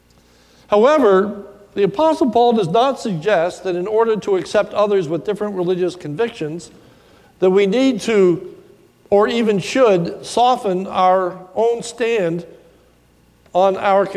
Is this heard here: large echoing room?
yes